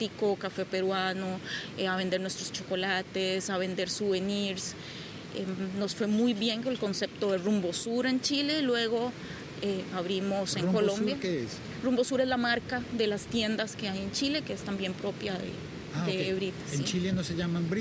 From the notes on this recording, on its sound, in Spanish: Un episodio podcast grabado en una playa mexicana